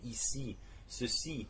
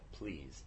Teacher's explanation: the E sound that I used in my French to say ici, ceci, was much more intensely E than the E sound that I would say in a word like please